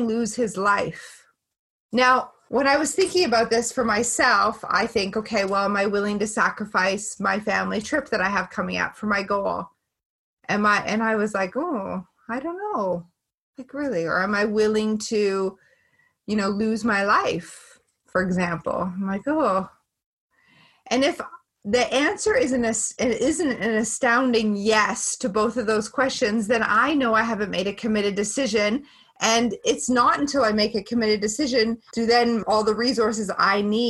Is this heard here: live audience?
no